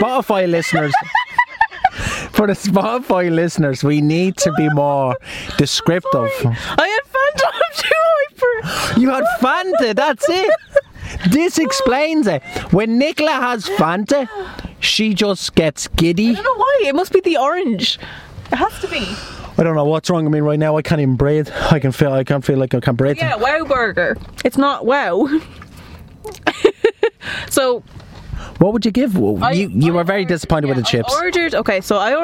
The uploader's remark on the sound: When two hyped up adults are sitting in a car outside Starbucks